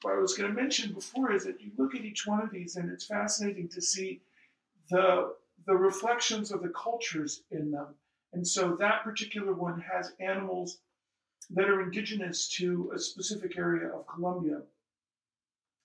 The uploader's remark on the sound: In their home. We apologize for the less than perfect audio.